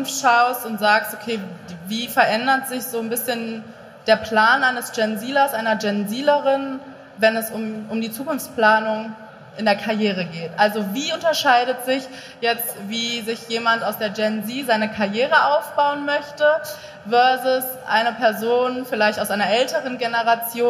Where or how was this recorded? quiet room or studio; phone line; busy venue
busy venue